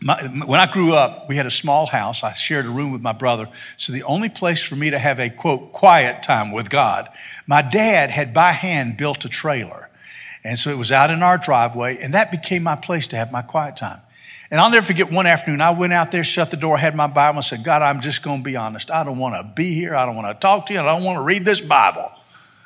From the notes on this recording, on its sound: This sermon was delivered on October 16, 2022 at First Baptist Church Hendersonville, NC.